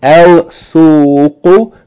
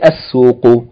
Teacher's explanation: the lam is merged into the sun letter. The lam is not pronounced. The seen is doubled with shadda. · Shown in: second take